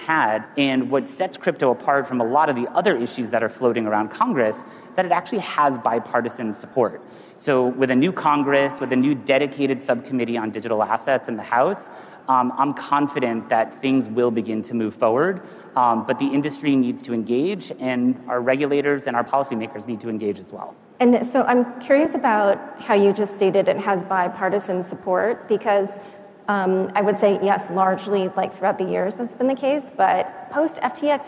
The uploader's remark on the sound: A Consensus 2023 panel